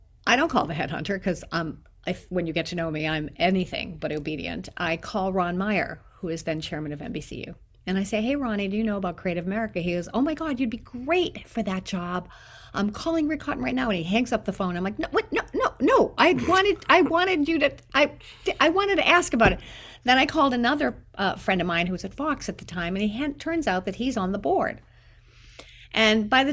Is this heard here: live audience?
no